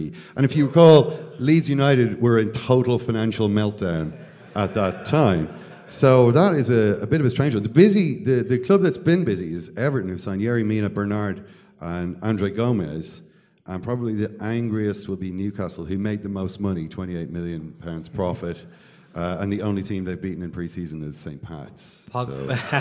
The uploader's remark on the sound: a live broadcast from the wonderful Liberty Hall Theatre in Dublin